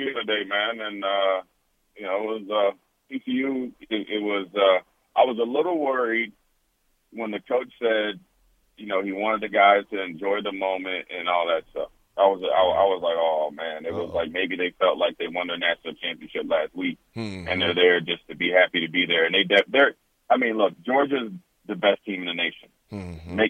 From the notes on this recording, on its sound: Calls in to give his thoughts on the National Championship.